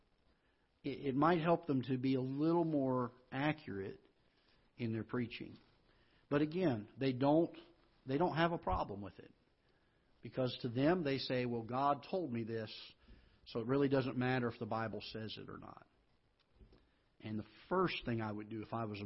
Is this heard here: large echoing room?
yes